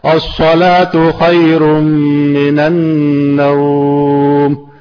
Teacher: الصلاۃ خیر من النوم، نوم میں ذرا غنہ آئے گا، نون کے بعد نون ہے وہاں غنہ ہے تو وہاں ذرا دیر ہوگی